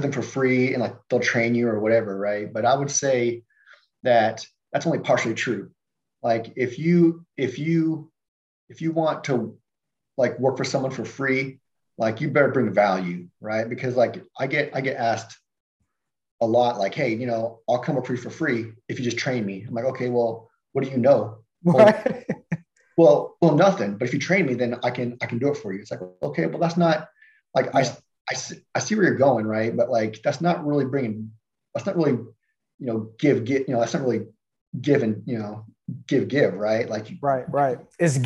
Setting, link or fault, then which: link, video call